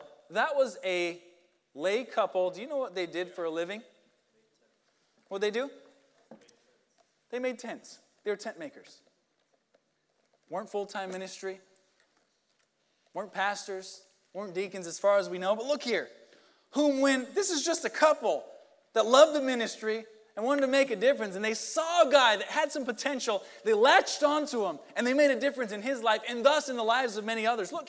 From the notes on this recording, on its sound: Sunday Morning Service